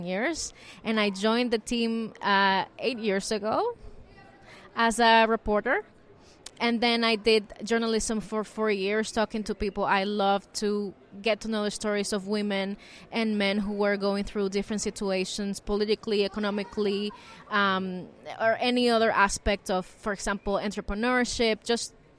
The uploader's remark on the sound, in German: Auf einem Podium beim International Journalism Festival in Perugia sprachen Vertreter innen von sogenannten „Exil-Medien“.